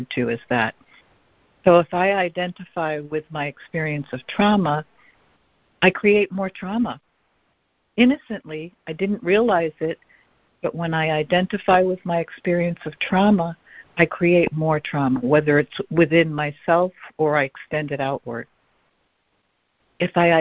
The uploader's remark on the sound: ACIM Daily Conference Call